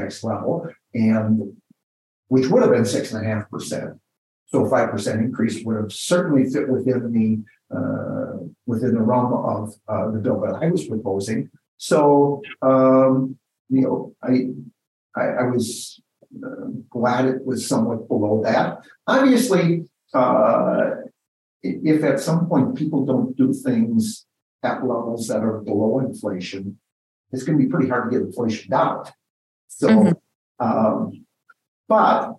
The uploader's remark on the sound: in a Zoom interview